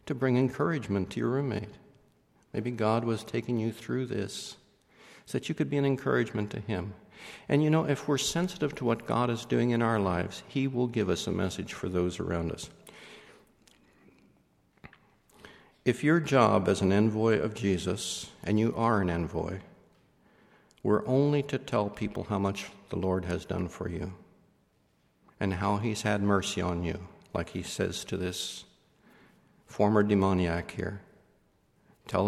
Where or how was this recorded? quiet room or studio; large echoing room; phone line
large echoing room